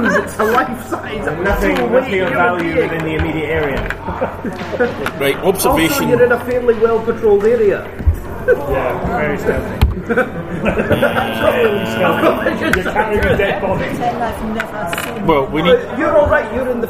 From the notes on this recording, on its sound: I apologise for the background noise, it was something that couldn't be avoided since we were at the Falkirk District Wargames Club where we played it. The interuptions from other people couldn't be avoided either, and since they were intersperesed by play then I couldn't really edit them out.